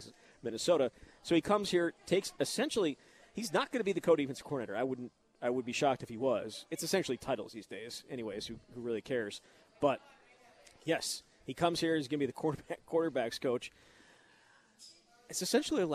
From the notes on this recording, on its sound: Live at Monk's in Sun Prairie.